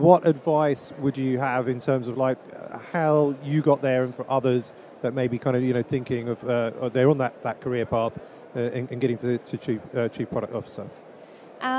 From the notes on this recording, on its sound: joined live from the #SaaStock2023 Podcast Stage